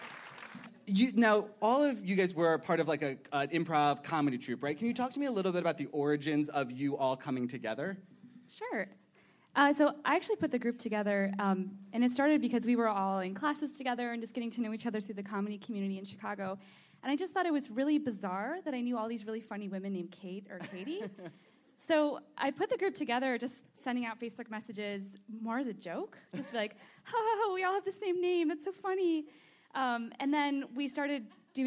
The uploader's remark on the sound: Panels from ATX Television Festival. At ATX.